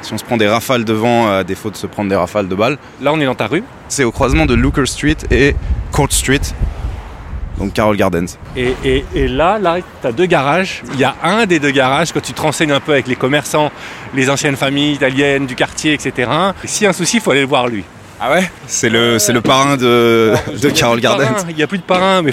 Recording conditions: outdoors